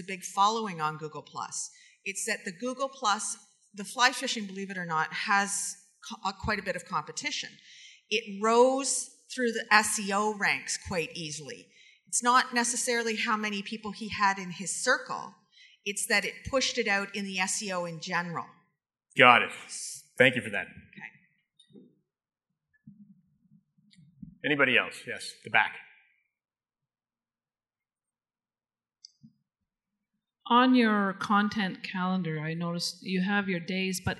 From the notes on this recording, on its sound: Live Broadcast at the The IPBC IGNITE Conference.